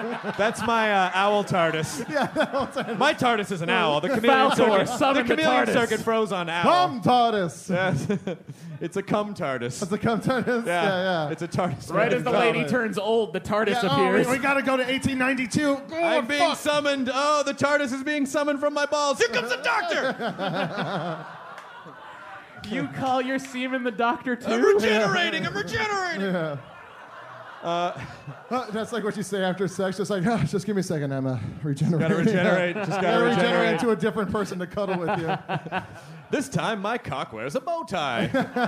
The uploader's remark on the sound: Recorded at Just for Laughs Montreal on July 30th, 2011